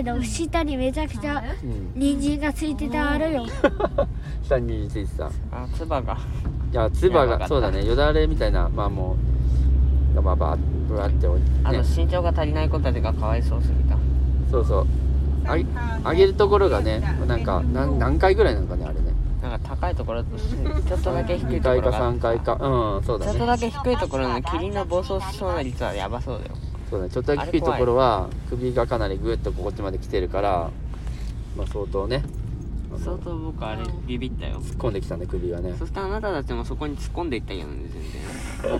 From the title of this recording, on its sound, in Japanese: タイの車中で収録